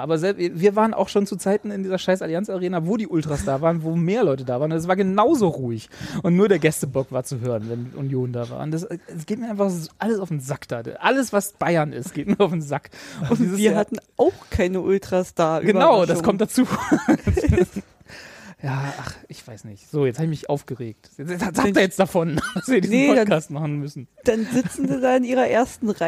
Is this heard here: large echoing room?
no